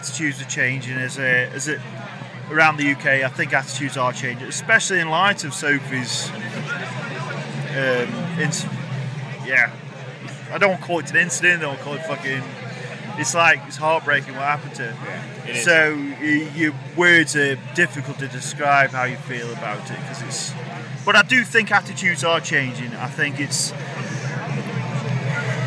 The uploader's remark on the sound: Live from Bloodstock 2023